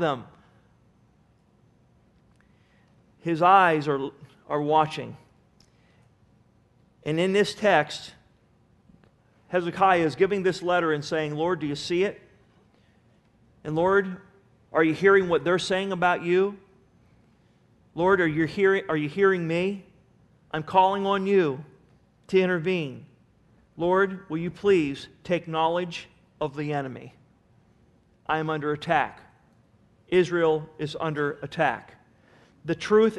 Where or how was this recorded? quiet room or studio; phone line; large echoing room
large echoing room